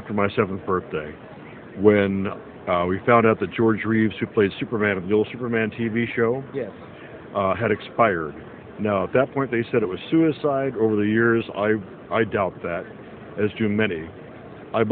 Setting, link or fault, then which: setting, busy venue